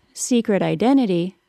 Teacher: In the phrase secret identity, it is followed by the long I sound because it links to the word identity. Because the T in secret is then surrounded by vowels, it changes to a quick D sound.